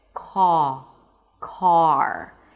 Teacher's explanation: So the tongue drops down, the back of the tongue pushes down a bit, the mouth opens, and in this case, because of the R, the lips round a bit. · IPA: kɑːr